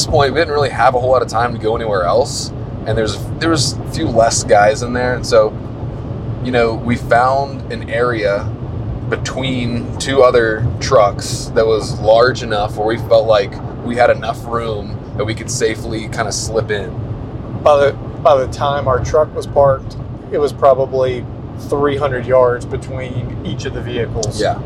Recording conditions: background noise